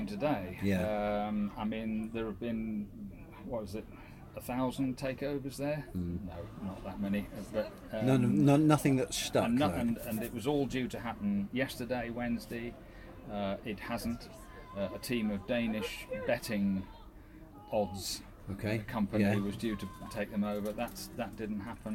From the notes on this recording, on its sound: The Podcasters log off and head for the beach, where the week's Plainmoor news and gossips is punctuated by the gentle sounds of passing holidaymakers, lapping waves and chihuahua-hunting seagulls.